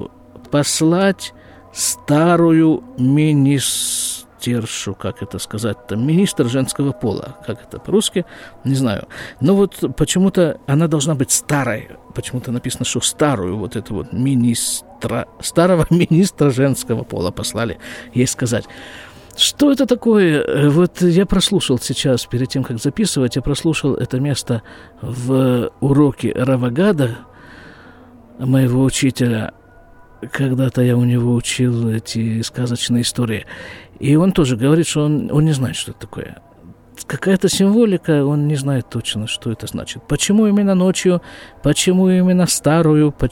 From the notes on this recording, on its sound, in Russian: Запись из сукки.